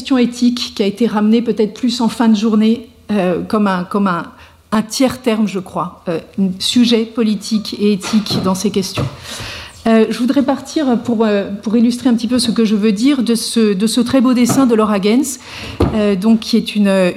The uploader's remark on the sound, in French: Colloque. Présentation courte suivie d'une discussion avec le public sur les enjeux de la journée entière.